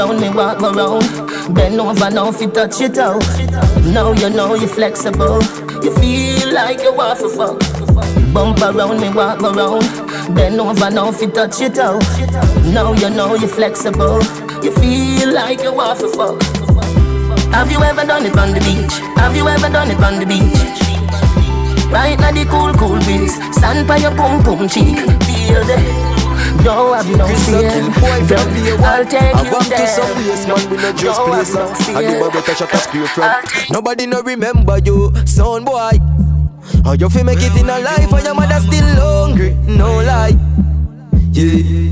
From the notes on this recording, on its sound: waffle factory happy hour ( no mic )